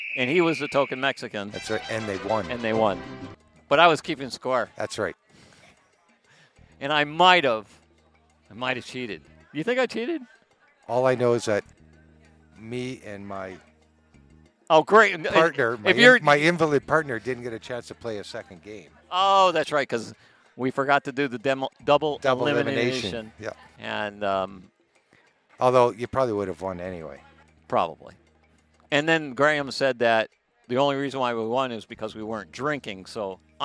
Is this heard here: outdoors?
yes